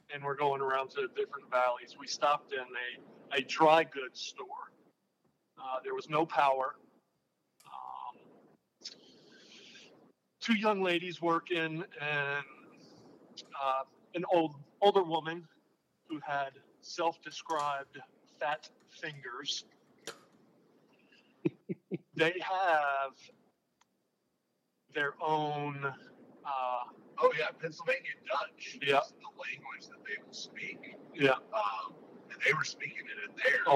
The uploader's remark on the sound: Have been on the road for a while chasing trout from Pennsylvania to Tennessee and hatched the idea to record an episode from the road as they were rolling back south towards the Land of Tailing Redfish. We generally do our best to remain entertained along the two lane hell that is known as Interstate 95 in South Carolina. The audio may be a little off on this episode, but hey; we we're trying something new.